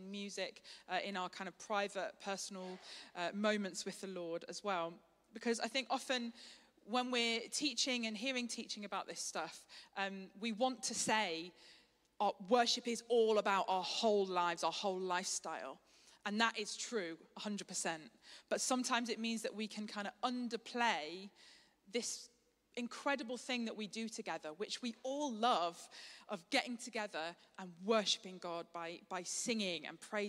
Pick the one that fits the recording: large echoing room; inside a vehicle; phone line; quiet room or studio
large echoing room